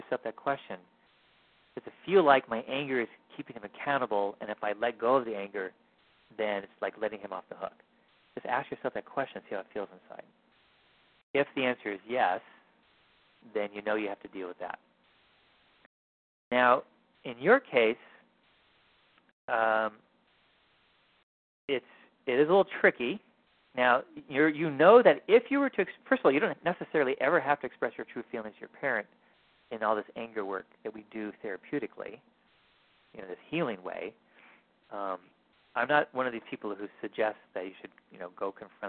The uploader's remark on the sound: Finding Love Live Q&A Calls.